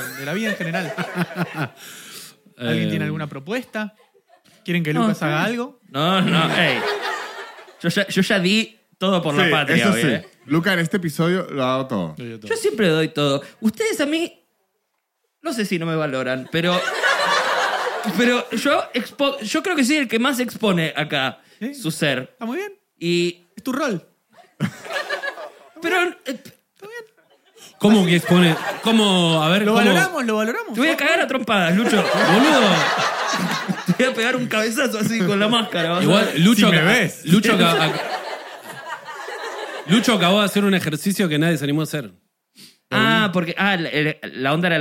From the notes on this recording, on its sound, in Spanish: Estamos EN VIVO en TEATRO BORDER